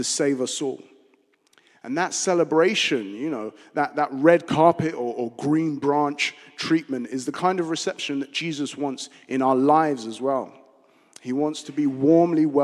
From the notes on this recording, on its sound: Streamed live at St Paul's Shadwell